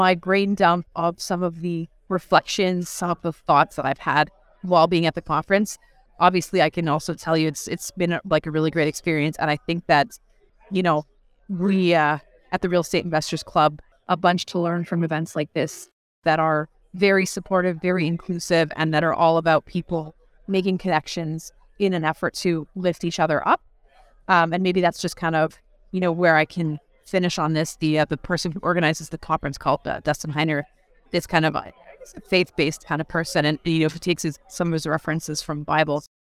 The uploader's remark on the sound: Live from the REWBCON!